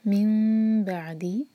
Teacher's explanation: نون میم میں چینج ہو رہا ہے تو یہ اقلاب ہے، تو میم کو میم سے جب جوڑیں گے تو میم کو ٹائٹلی پریس نہیں کریں گے، ہوٹو کو ٹائٹلی پریس نہیں کریں گے.